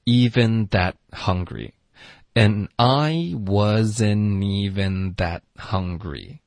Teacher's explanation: 所以这个 even that 特的音省略，hungry 就没有变化